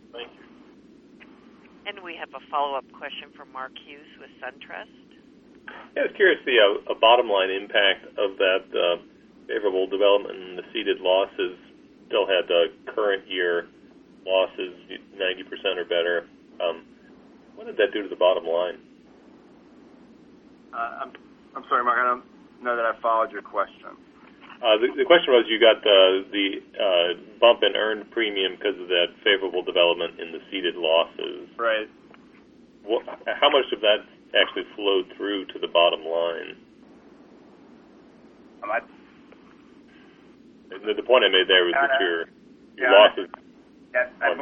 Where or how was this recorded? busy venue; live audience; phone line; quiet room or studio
phone line